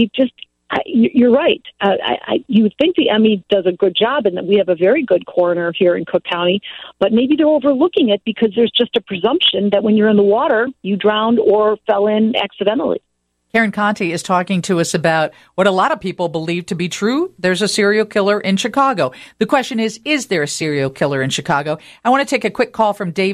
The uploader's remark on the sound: answers listener questions from the phone and text line